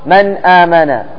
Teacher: سبب الإظهار هو بعد مخرج النون عن حروف الحلق. النون تخرج من طرف اللسان، وحروف الحلق بعيدة، لما بعد سهل الإظهار